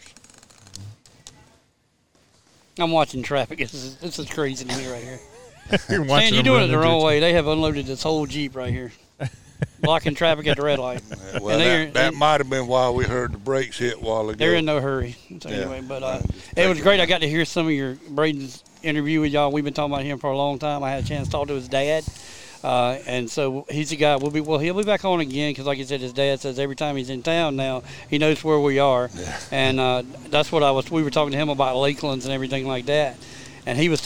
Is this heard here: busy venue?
yes